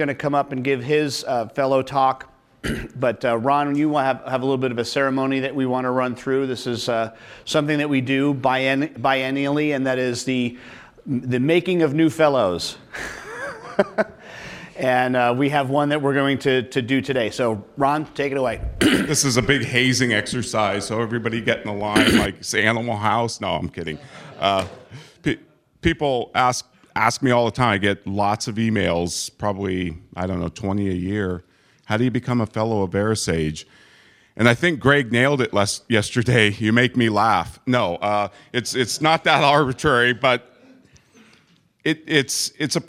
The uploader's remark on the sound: Day 2 of the live event coverage of the VeraSage Symposium.